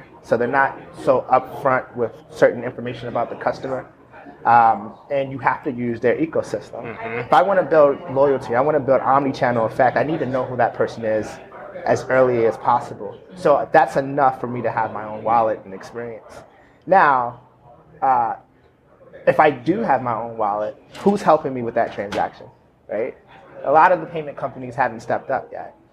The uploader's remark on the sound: Live from Groceryshop